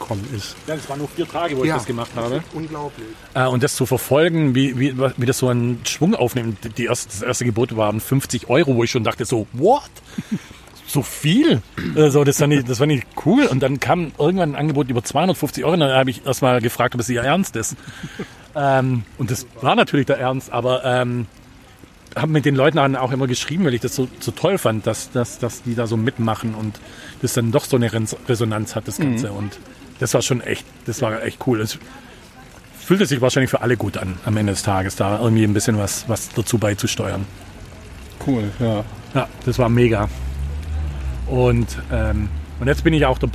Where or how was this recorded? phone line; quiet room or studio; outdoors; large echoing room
outdoors